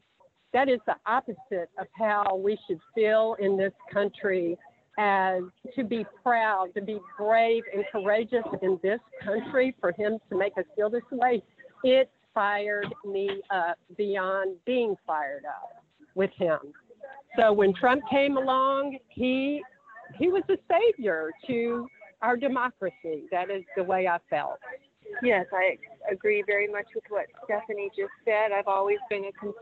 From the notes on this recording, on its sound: Traveled on a bus up from Florida to join the event. Live from the bus.